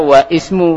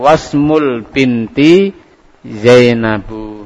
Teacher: Itu alifnya enggak dibaca. Enggak baca wa ismu, tapi wasmu langsung bacanya. · Shown in: second take